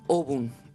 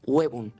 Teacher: Esta O en latín era una O tónica, con acento fuerte. En un momento de la evolución del latín al castellano, la O tónica diptongó en UE.